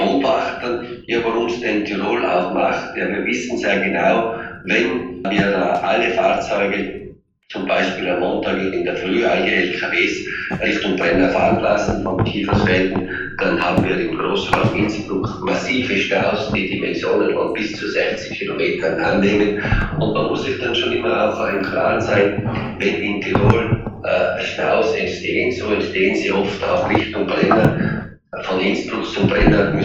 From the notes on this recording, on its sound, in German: Live aus Brüssel. Schlechte Tonqualität.